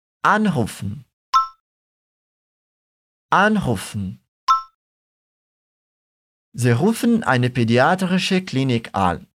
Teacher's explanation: No alemão, a ideia é você pronunciar A e, em seguida, N, sem deixar o som sair pelo nariz. Repete mais uma vez comigo, tentando não nasalizar esse an.